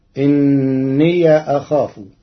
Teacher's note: قرأ ورش كلمتي إني أخاف بفتح ياء الإضافة في لغة بعض العرب